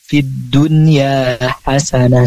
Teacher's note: jadi hasanah tak marbutohnya itu berubah menjadi ha, jadi tidak menjadi ha tapi ha, fid dunya hasanah.